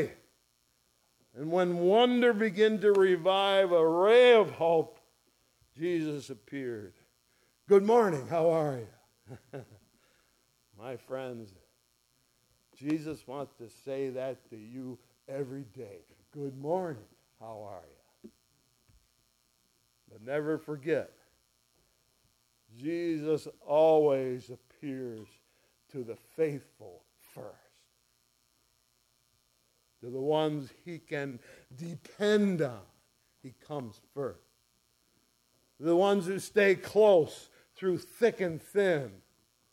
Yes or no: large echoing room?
yes